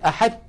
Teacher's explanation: أحدت بتاء مشددة، وهذا لم تفعله العرب